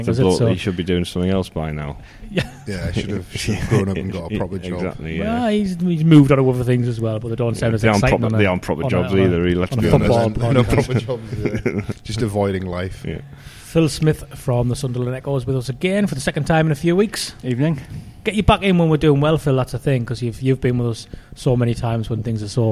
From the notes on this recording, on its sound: are at The Peacock